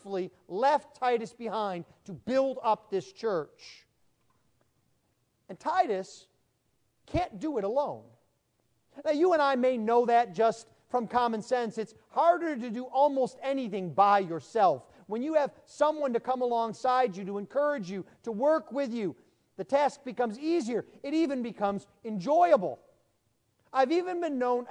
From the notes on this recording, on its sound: Sermon preached at the installation service